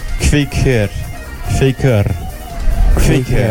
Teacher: Kvekur avec un R roulé